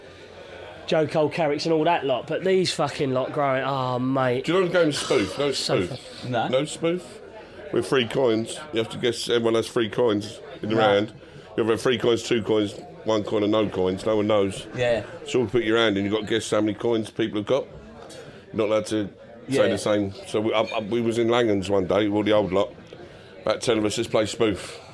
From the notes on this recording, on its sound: Pub in Crayford was always going to be difficult to contain. Thankfully, we managed to piece together something vaguely resembling a podcast but most of it was completely un-broadcastable. Honestly, it was like herding (inebriated) cats.